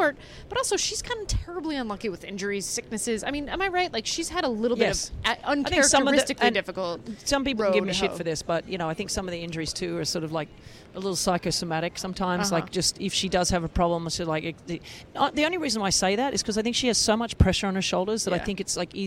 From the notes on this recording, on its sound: Live and Direct from Indian Wells. We're coming at you live during the middle weekend of Indian Wells from BNP Paribas' Racquet Kiosque.